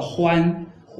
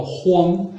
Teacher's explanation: 一个前鼻音，一个后鼻音。嗯。然后前后鼻音你其实可以区分得开来哈，嗯。我们看这个两个字的读法，嗯。昏是这样的哈，昏，呃。在这里加个啊，呃。就变成了欢，欢。在这里加个歌，就变成了荒。啊，他跟婚的，就是你容易读错这个音的区别就在于，他有个啊要张大嘴，啊。有个嗯要发厚。嗯。所以说你一旦嘴巴变小，这个字就容易读成你原来的错字，嗯。这是你一个要领啊，嗯。这个就是我给你要刚才自我介绍的这个地方要纠正的地方。嗯。啊。刚才他们俩是各自做自我介绍，那现在因